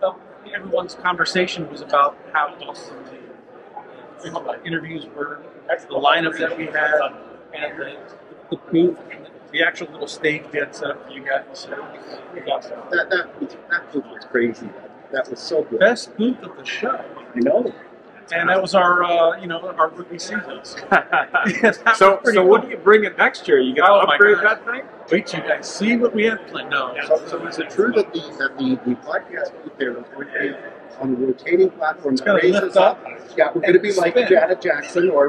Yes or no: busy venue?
yes